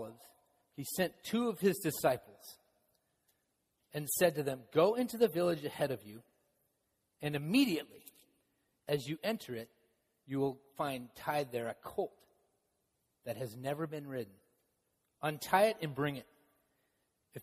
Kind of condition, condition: setting, large echoing room